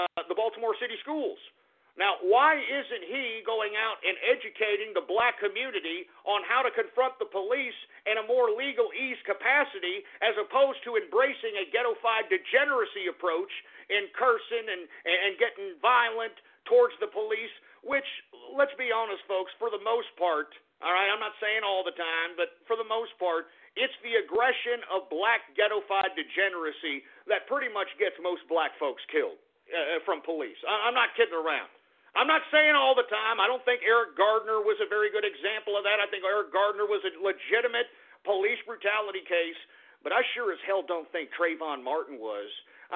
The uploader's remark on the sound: opens up the phone lines again and takes your calls